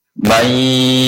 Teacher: Langsung ke huruf ya. Dan posisi penyebutannya harus gunah, harus lama.